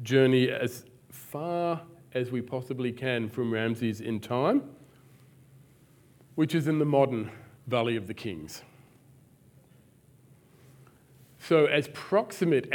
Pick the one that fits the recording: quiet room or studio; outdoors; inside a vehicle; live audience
live audience